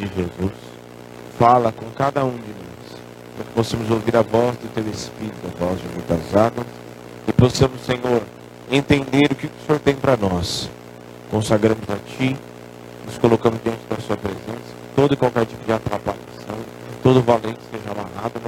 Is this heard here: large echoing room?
yes